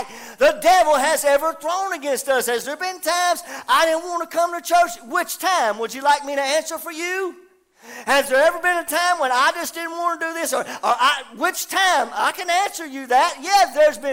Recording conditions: live audience